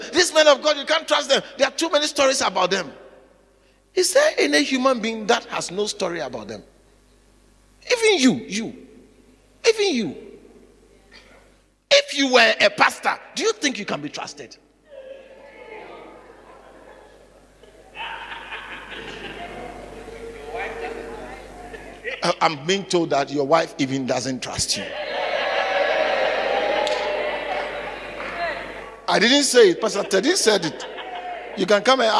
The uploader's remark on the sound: In today's message preached at the Living Waters Cathedral.